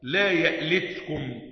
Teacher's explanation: أما أبو عمرو فقرأها لا يألتكم بهمزة ساكنة، لا يألتكم، وإن خففها يبدلها ألفا فيقول إيه؟